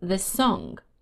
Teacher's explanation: Here we have the s sound at the end of this and at the beginning of song.